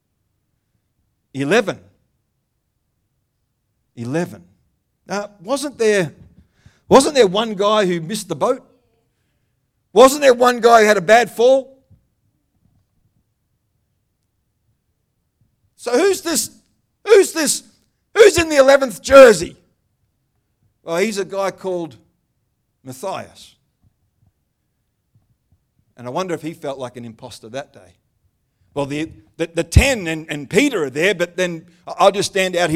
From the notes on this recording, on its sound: The live stream of Destiny Church Atherton.